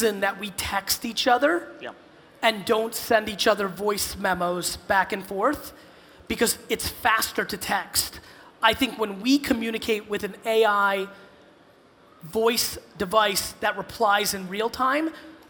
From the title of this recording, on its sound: A Keynote: Arctic15 In Helsinki, Finland